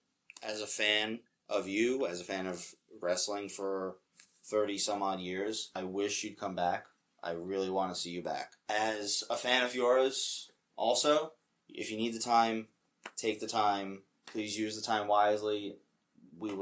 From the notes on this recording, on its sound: We would like to apologize for the audio and also thank the day ones who actually stuck around through it.